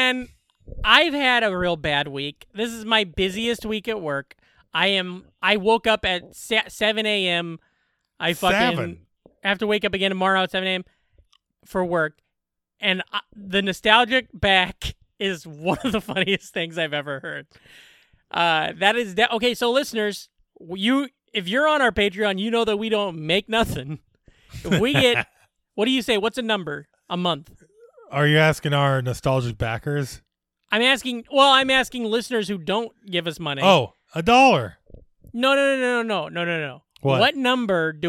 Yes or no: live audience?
no